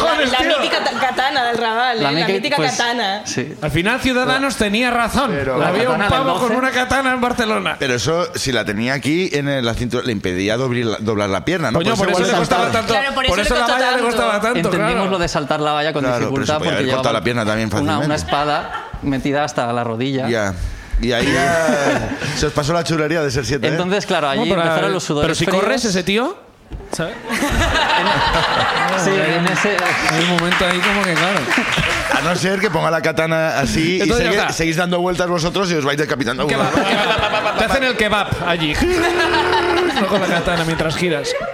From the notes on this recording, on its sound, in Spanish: El público también cuenta su ruina